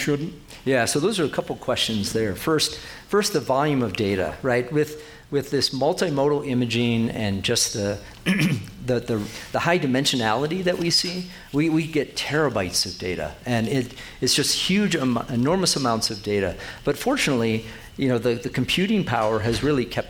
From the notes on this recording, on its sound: His "Town Talk" sponsored by Telluride Science, was recorded at the Telluride Mountain Village Conference Center in Colorado. The program was moderated by veteran broadcast journalists.